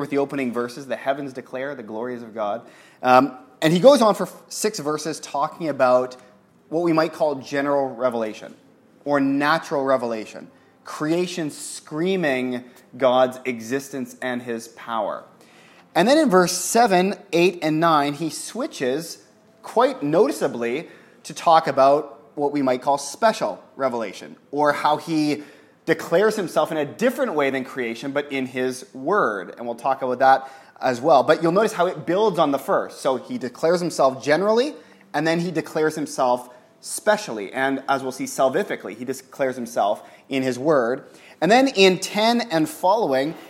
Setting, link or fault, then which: setting, live audience